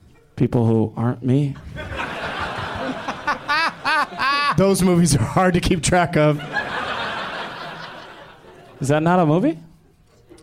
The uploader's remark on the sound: Live from Zanies in Rosemont, IL